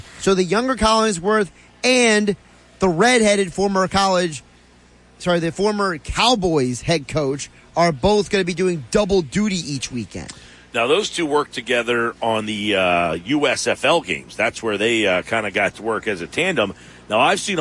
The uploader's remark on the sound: live at Ocean Casino